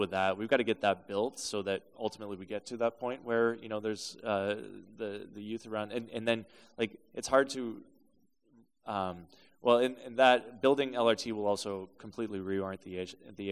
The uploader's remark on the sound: This special is the live recording at Reconnect Hamilton with real questions from young people.